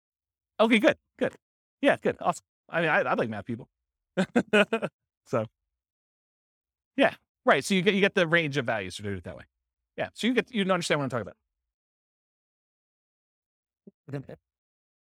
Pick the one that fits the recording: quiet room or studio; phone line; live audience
live audience